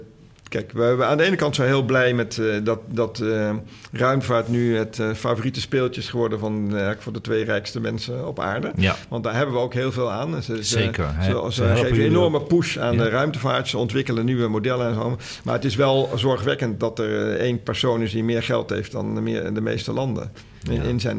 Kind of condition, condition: setting, busy venue